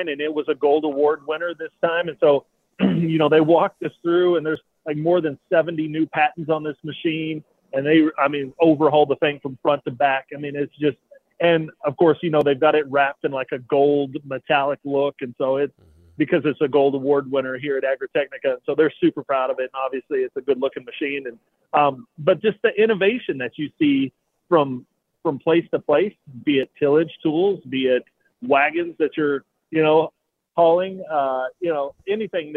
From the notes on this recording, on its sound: calls in from Hanover, Germany where he is attending Agritechnica